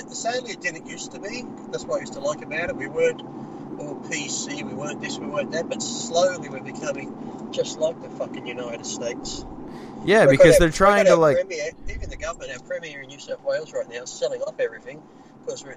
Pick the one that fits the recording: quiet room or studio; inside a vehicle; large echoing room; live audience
inside a vehicle